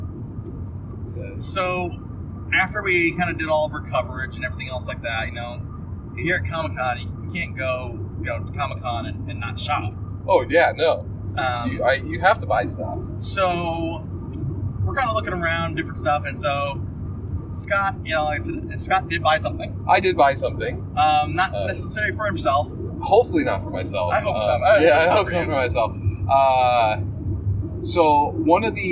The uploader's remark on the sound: Podcasting in a Car (Tucson Comic Con Recap). This week the guys go on a road adventure to Tucson Comic Con 2017. No mixers or high end processing in this episode, the guys podcast from the car. Their road trip down to Tuscon, Arizona!